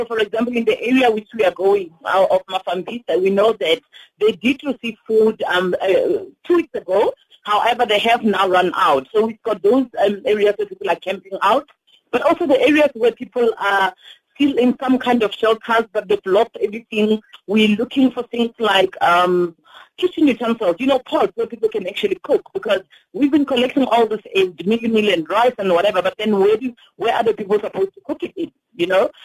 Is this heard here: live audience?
no